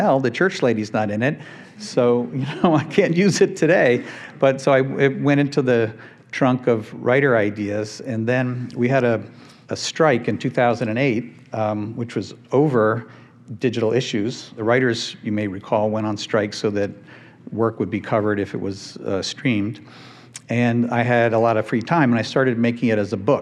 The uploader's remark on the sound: Recorded live from the podcast stage at South by Southwest.